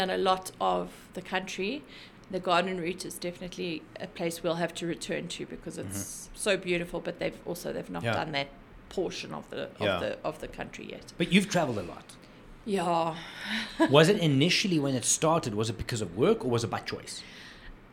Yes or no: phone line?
no